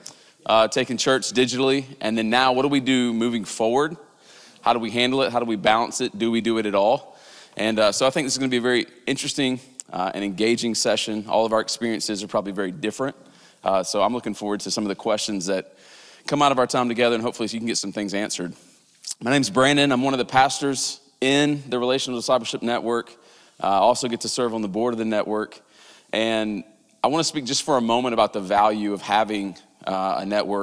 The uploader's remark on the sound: This audio was from Relational Discipleship Network 's third track session from last year's Forum. This audio was from Relational Discipleship Network 's third track session from last year's Forum.